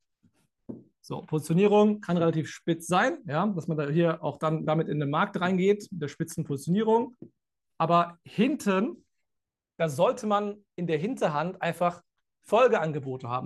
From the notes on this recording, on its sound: Live-Call Leak. Bei unserem Neujahrs Live-Call.